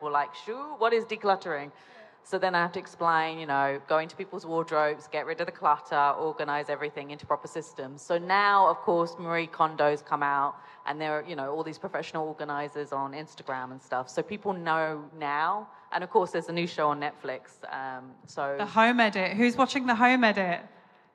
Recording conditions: busy venue